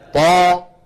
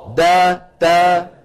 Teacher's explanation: طبعا لما بيقولوا من المخرج نفسه يعنون طرف اللسان، شايفين هذه المنطقة، لكن مؤخرة اللسان ليست واحدة، بالطاء مؤخرة اللسان مرتفعة · Shown in: first take · Term: استعلاء أقصى اللسان